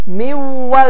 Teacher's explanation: vav hərfi isə şəddələnərək 2-3 saniyə dayanılaraq burunda qunnə ilə tələffüz olunur. · Term: idğam məl ğunnə